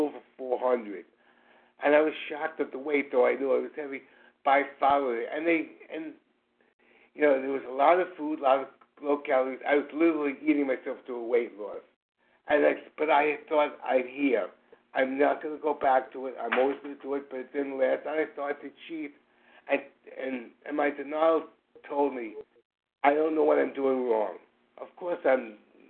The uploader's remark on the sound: Qualification from the 100 Pounders Phone Meeting.